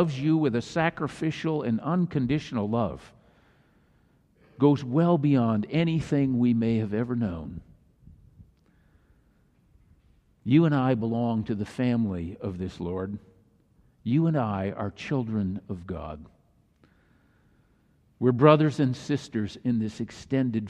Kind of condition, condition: setting, large echoing room